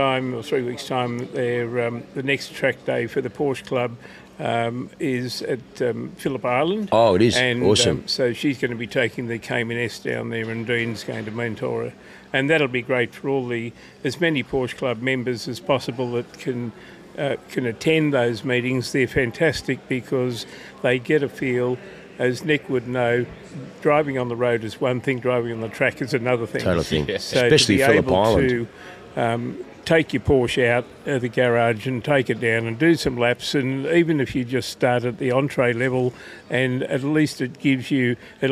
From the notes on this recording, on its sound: We come to you live from the Porsche Club Victoria's club breakfast at YTG with 300 PCV members filling the car park with everything from 964's to 991.2 GT3 RS's!